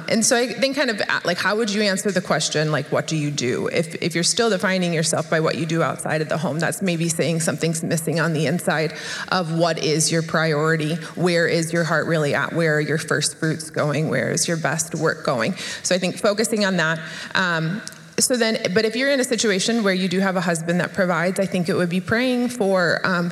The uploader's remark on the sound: At the women's event, we have a panel of ladies fielding a few questions.